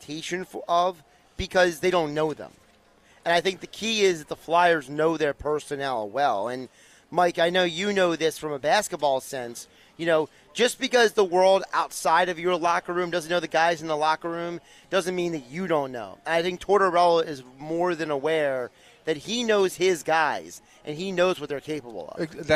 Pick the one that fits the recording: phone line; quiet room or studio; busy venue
busy venue